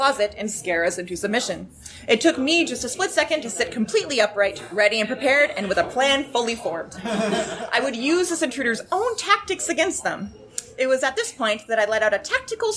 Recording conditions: busy venue